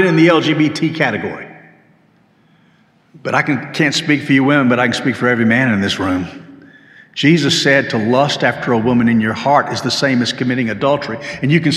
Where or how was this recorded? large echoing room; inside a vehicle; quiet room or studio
large echoing room